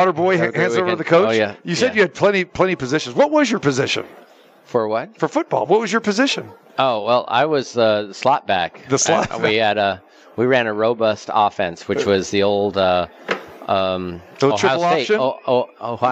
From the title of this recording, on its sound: Live from the Super Book at Westgate Las Vegas